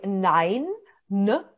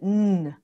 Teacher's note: Und da ist die Zunge direkt hinter den Zähnen, N. Und dieser ganze, der harte Gaumen nennt man das, eigentlich dieser gesamte Bereich hinter den Zähnen, N.